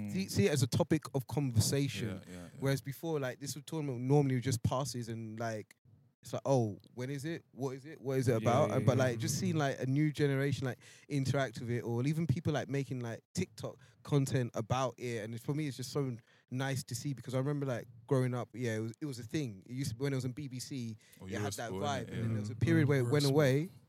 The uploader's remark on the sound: Live from Japoma Stadium. This week we coming at you live and direct, from the centre circle of Japoma Football Stadium.